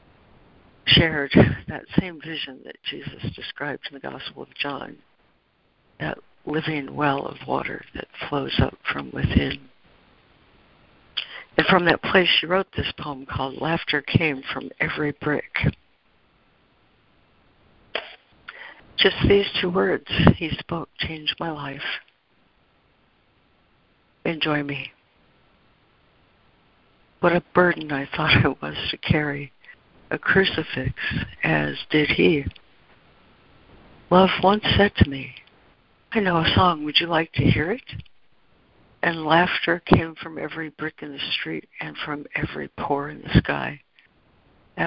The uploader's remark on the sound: ACIM Daily Conference Call